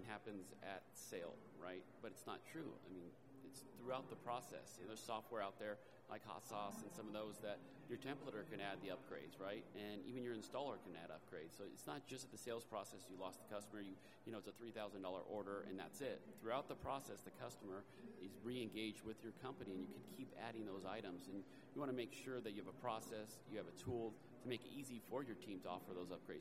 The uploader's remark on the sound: Recorded live at Coverings 2022.